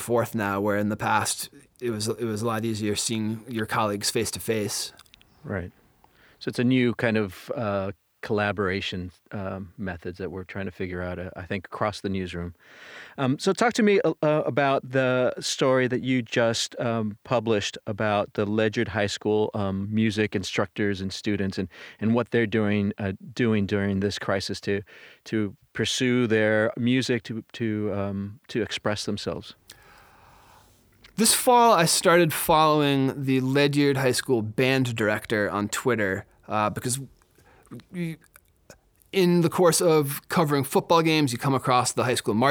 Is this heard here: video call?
no